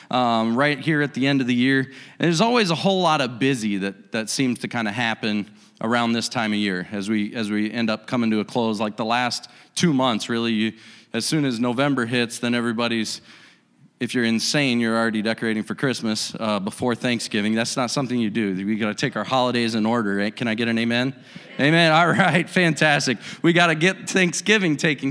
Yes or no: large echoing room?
yes